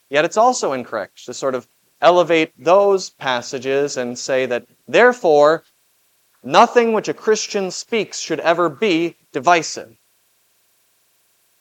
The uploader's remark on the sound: Was preached at Grace of God Lutheran on June 25, 2023. This Sunday sermon, based on Matthew 10:32-39, was preached at Grace of God Lutheran.